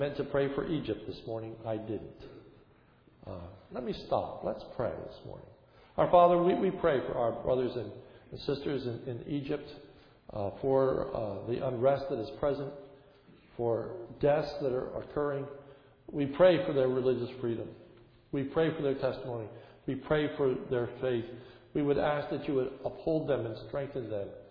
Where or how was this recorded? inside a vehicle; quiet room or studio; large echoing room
large echoing room